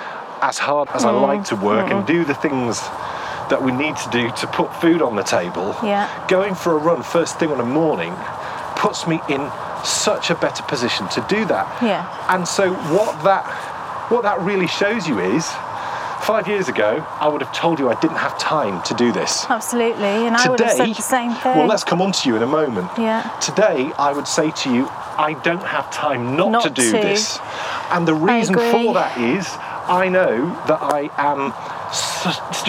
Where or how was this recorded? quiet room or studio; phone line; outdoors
outdoors